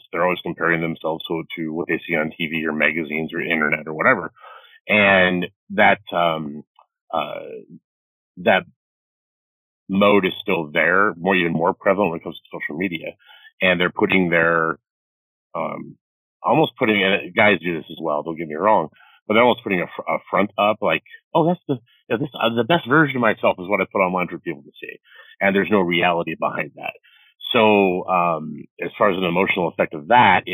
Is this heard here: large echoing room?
no